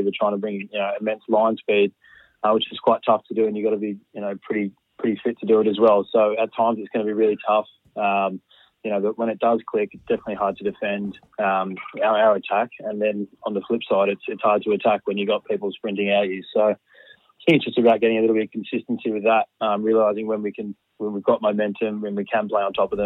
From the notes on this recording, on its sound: Is in studio. Phones in mid-show.